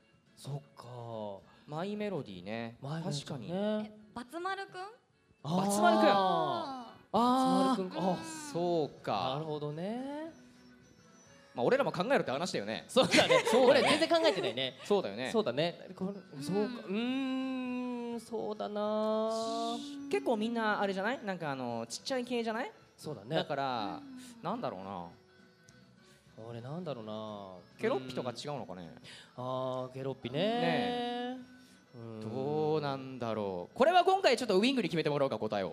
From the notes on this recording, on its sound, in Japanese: 先日行われたサンリオ国との同盟会談！(つまり公開録音です)。